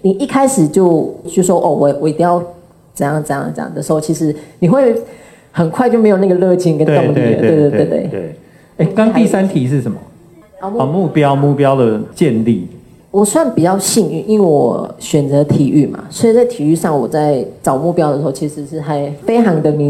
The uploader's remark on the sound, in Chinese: 本集節目取自天下文化舉辦的。台北新書分享簽書會現場錄音。